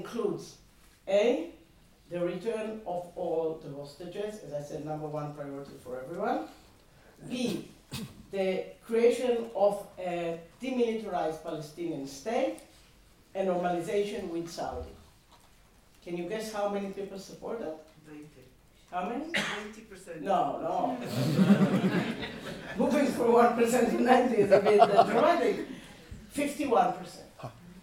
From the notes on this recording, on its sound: In the second seminar in the Hilary Term series. Once again, the lecture theatre was filled to overflow and generated extensive exchange between the audience and the speaker.